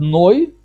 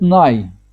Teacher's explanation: разница только заключается в последней логе, это ашкеназы говорят Ной, да, сепарды говорят Най · это ашкеназы говорят Ной, да, сепарды говорят Най. Да. Вот в этом разница, здесь это важно соблюдать традицию, ашкеназскую традицию, произносить через, говорить «ной».